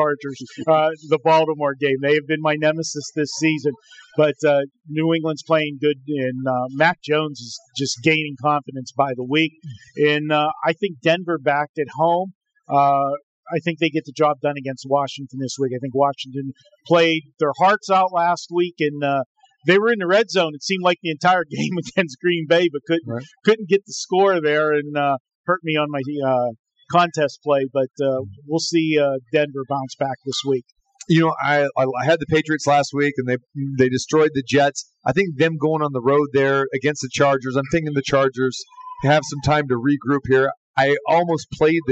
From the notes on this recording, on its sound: Live from The Cosmopolitan of Las Vegas